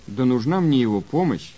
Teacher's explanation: the intonational stress of the answer falls on the word нужна · Term: Colloquial intonation